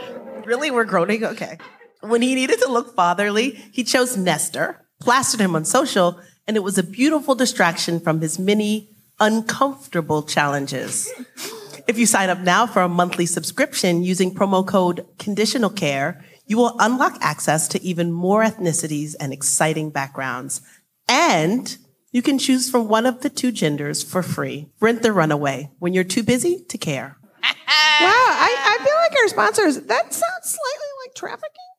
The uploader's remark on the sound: From Netroots Nation in Pittsburgh this week, with a whole entire live audience, too!